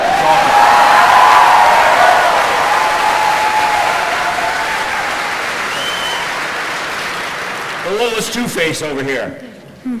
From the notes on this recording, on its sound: Some audio from the New York Comic Con